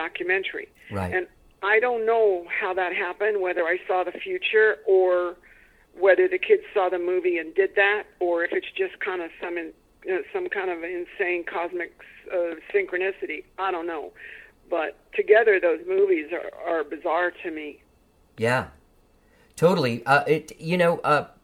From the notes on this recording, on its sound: We have a great phone conversation